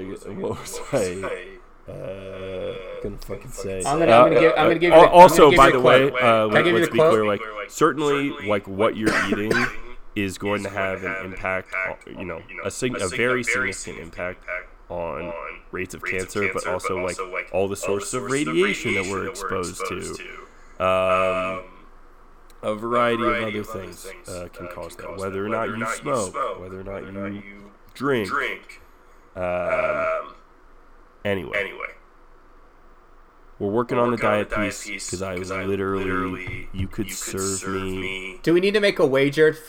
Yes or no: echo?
yes